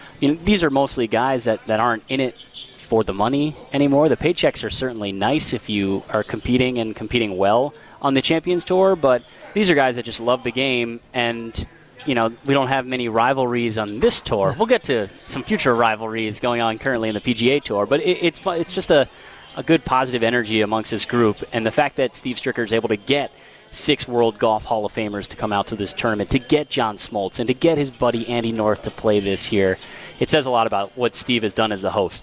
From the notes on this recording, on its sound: Live from the AMFAM Championship.